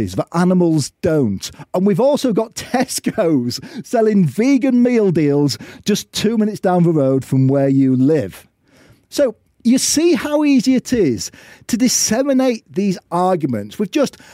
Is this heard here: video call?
no